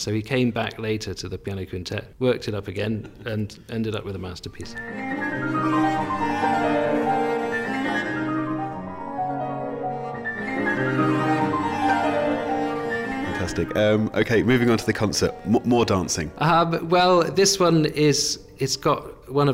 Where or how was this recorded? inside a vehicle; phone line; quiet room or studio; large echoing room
quiet room or studio